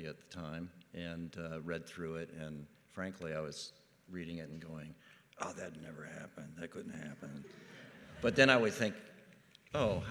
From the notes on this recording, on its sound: This week's episode of Box Office Culture was recorded LIVE in our Black Box auditorium.